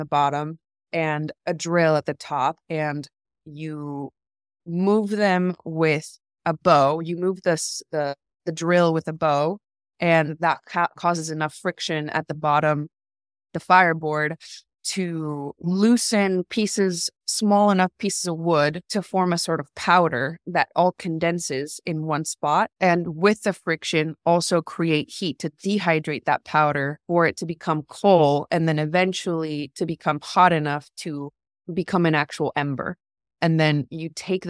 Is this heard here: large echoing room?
no